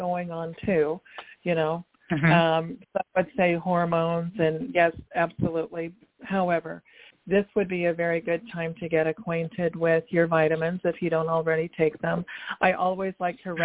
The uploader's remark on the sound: TONIGHT IS A CALL IN SHOW IN THE SECOND HALF. May even take some listener calls.